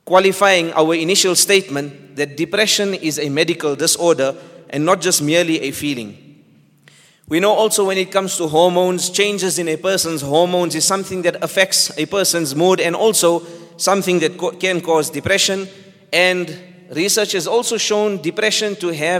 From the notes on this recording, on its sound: at the Houghton Masjid (West Street)